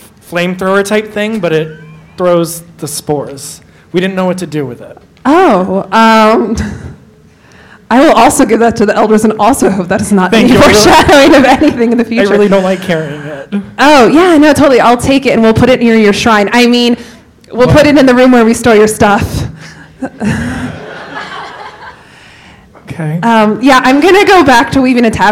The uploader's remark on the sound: Flame Con 2019 Special. Recording a D&D live play panel.